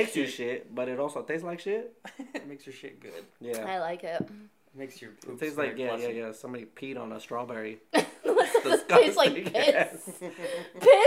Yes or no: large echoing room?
no